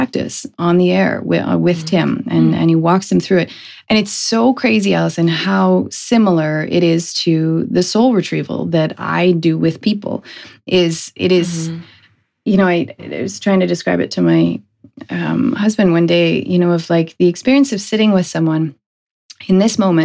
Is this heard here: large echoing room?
no